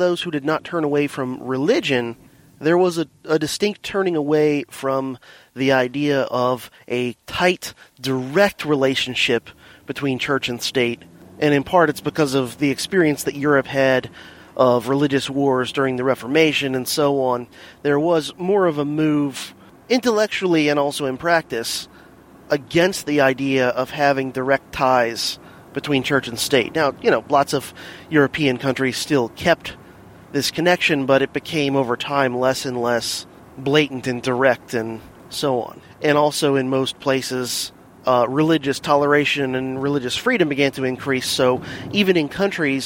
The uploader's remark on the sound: Here is the first mobile DHP episode in a while, recorded over the course of my commute to & from work. (BTW, the audio is much improved over previous in-the-car recordings!).